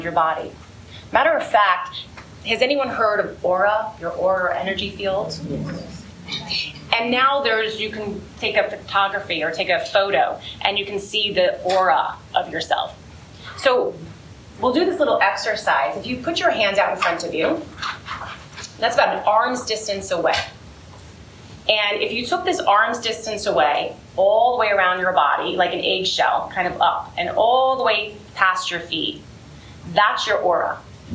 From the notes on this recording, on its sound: Todays episode is from a recent live event. There were 150 women who attended. Due to the nature of the live event, the recording may not be as clean as usual.